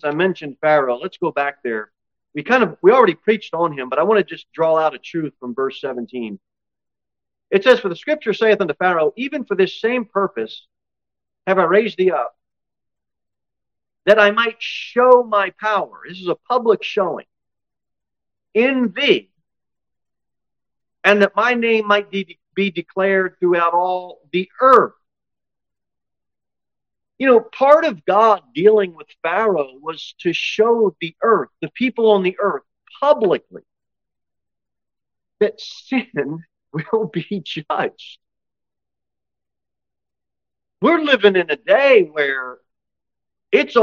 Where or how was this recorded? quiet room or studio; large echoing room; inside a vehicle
large echoing room